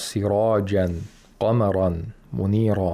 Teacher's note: They have tafkhim because they have aliful mad or tanwinul fath. They should be pronounced with the full mouth. With the full mouth.